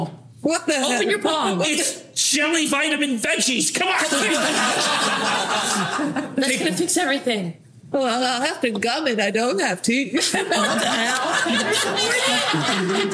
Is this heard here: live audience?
yes